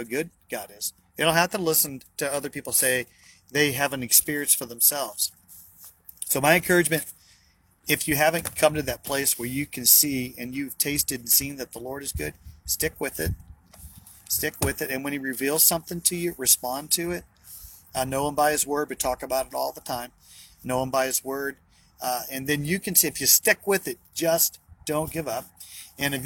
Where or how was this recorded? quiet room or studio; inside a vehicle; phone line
inside a vehicle